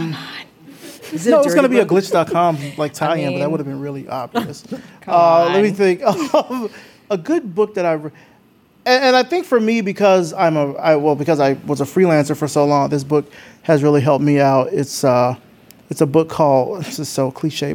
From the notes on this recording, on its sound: We recorded this episode live at The Greene Space in NYC with over 50 guests for an intimate and passionate discussion and Q+A